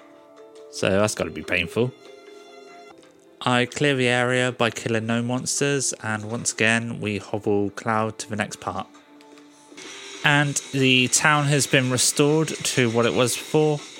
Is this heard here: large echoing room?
no